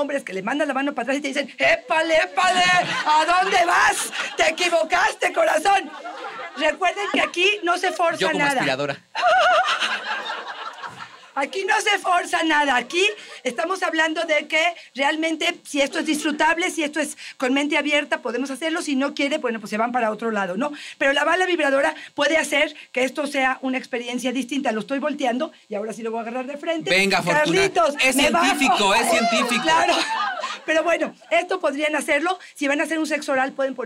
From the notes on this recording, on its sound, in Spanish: (En vivo). Escucha el episodio especial con público.